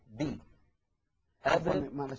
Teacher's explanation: لو صاحب ذلك انخفاض للفك السفلي لانكسرت الباء